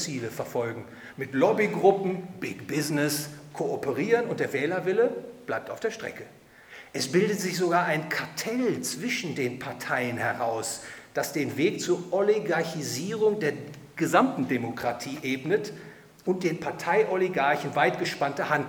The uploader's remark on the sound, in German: Vortrag beim Hayek-Verein Dresden